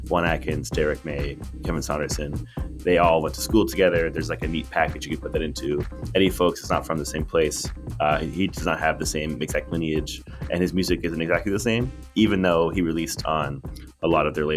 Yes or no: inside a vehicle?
no